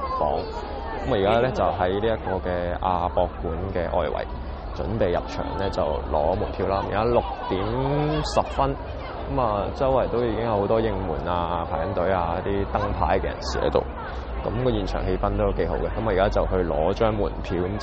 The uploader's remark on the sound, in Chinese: 第四屆KKBOX香港風雲榜，聲音導航重回音樂會現場。